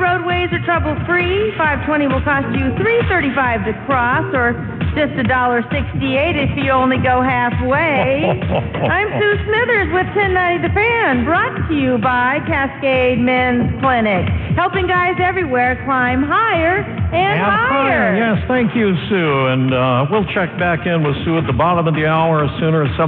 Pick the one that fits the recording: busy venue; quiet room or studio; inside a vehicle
busy venue